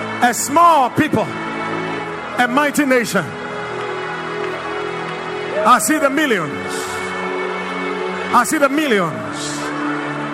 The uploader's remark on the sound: Preached at the Watered Garden Church